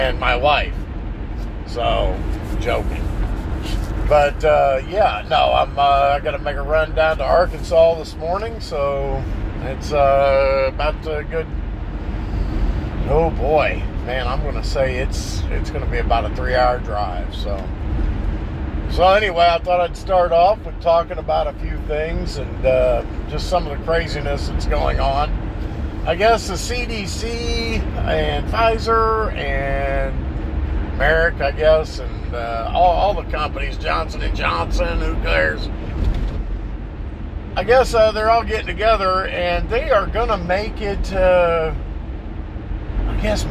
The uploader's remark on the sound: While driving